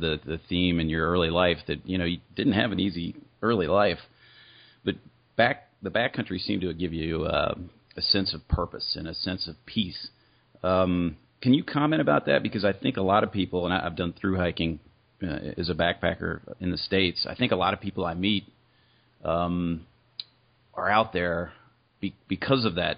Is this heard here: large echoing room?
no